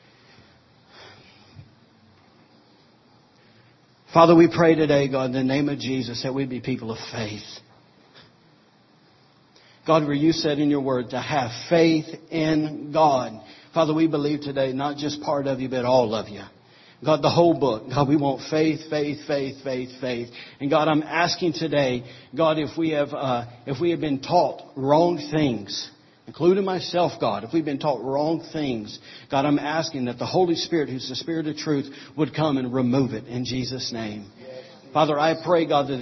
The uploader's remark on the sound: During morning service at Celebration Life Family Church.